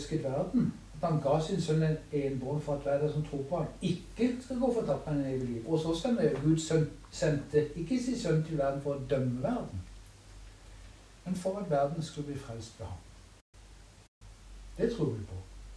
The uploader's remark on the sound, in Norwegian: Så opptaket er fra ei stue med isspising og kos. Ikke optimal lyd.